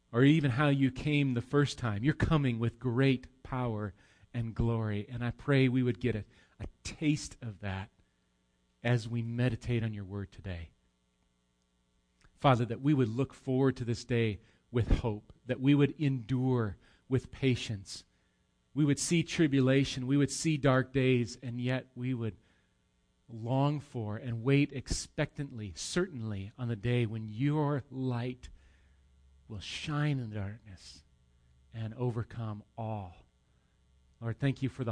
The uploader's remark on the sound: Recorded live at Bethany Bible Church